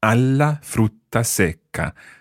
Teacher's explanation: the A joins the la, and you get an extra L in there, so you need to bounce the consonant · Term: bouncing consonants